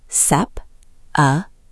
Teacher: Sep, the strong beat, the one your mouth wants to lean on.